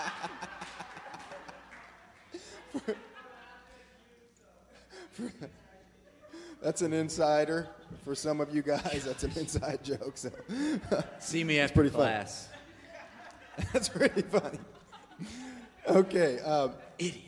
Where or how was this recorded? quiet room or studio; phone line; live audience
live audience